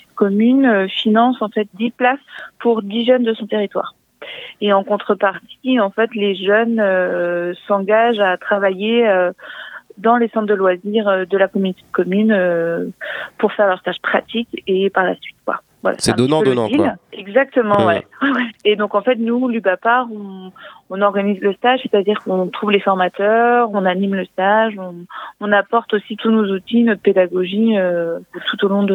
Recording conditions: phone line